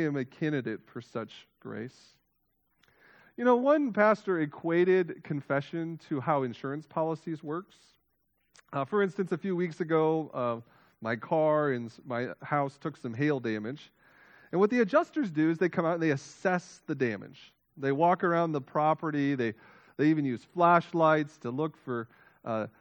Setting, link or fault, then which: setting, large echoing room